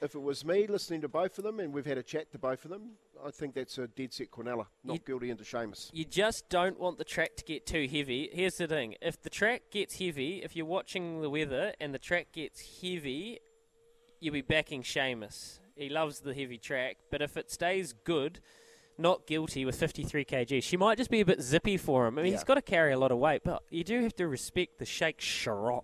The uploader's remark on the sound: LIVE from Sail GP NZ